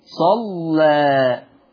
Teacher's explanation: فيتعين ترقيق اللام على التقليل في لفظ صلى